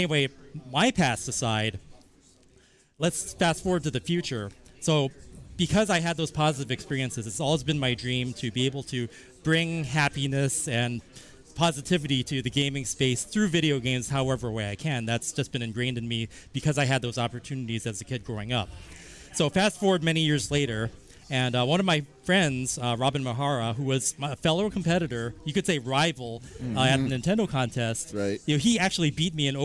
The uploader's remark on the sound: Live at Extra-Life 2019. For the first time ever, the CFG GameCast Crew are together in real life to record an episode!